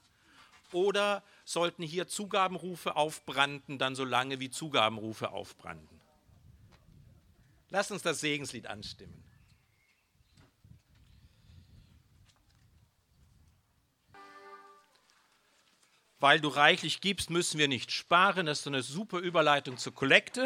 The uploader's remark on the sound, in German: Gottesdienst Pauluskirche zu Christi Himmelfahrt, 13.5.2021 - Open Air